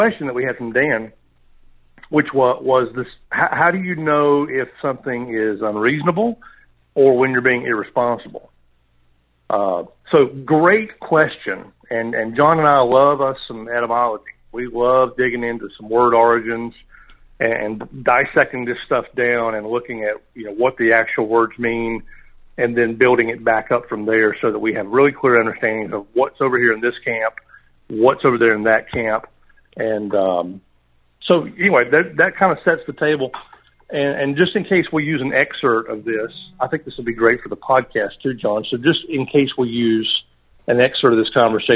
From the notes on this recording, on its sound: taken from a live conference call